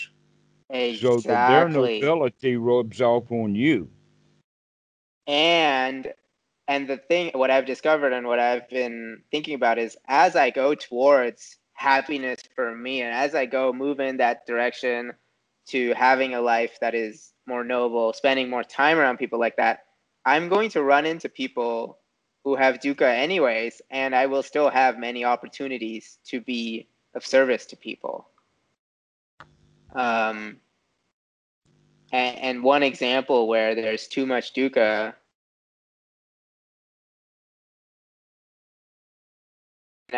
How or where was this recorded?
video call